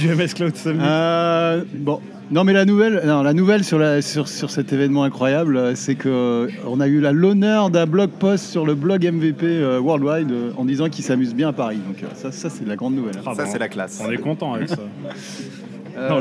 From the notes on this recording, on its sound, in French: enregistré au Renoma Café (avenue George V)